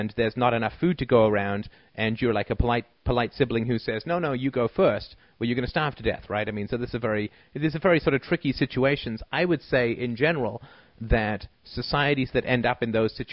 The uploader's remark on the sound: Call In Show